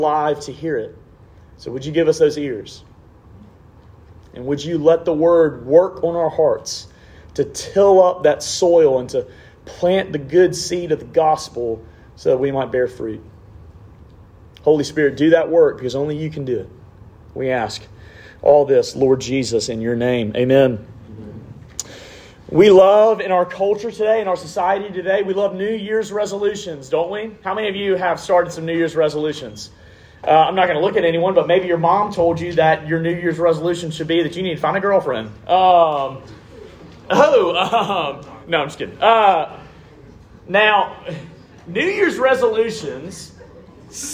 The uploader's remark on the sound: Preached at RUF Large Group at Oklahoma State in the Spring of 2022.